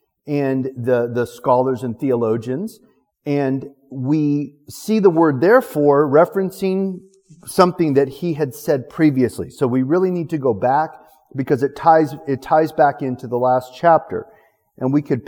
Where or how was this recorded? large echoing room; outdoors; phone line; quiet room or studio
large echoing room